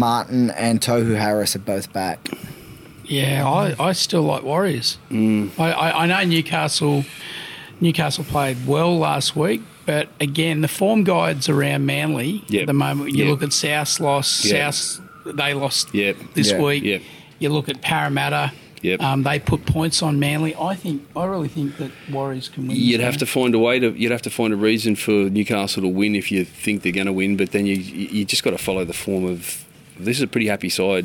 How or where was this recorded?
busy venue